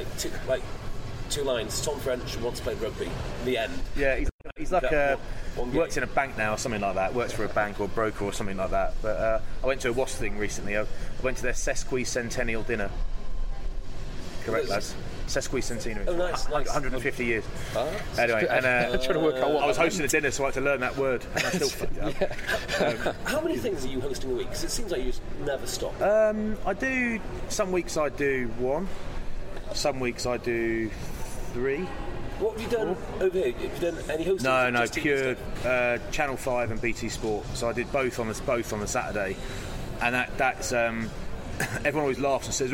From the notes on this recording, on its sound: In this mildly hungover special recorded in a hotel lobby in the States after a Premiership game in Philadelphia.